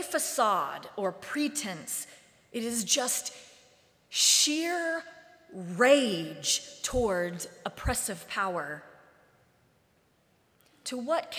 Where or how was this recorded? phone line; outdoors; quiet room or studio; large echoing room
large echoing room